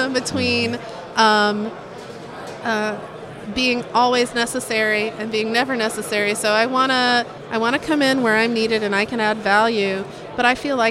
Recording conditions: busy venue